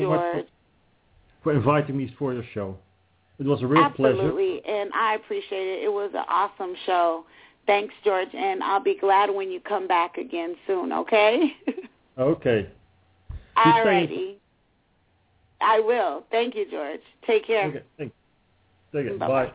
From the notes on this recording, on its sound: Is in Breda, Netherlands and will be calling in live from Europe!